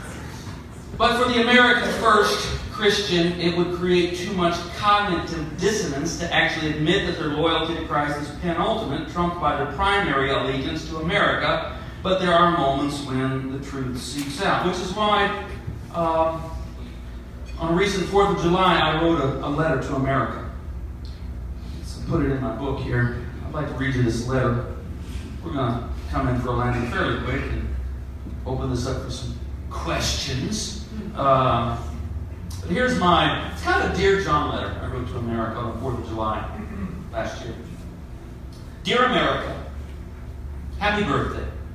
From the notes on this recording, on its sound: At the Nazarenes United For Peace Post-Conference 2-14-19. I was invited to sing and play music at the event.